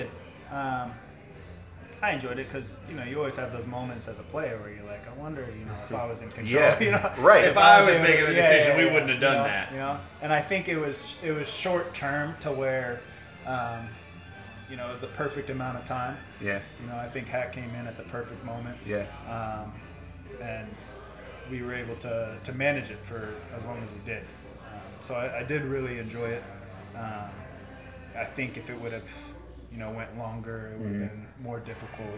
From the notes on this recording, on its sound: Live from Odeon!